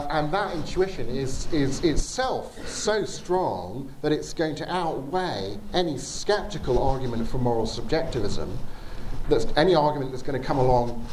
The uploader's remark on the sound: Talk with Q&A at Trondheim University's 'Skeptics Week', 7th March 2018.